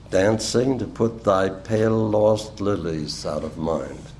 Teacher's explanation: the L in pale, since it's not followed by a vowel, merges with the initial L of the word lost, enhancing the duration and stress of the initial L in what then becomes a sequence of three enunciated L's.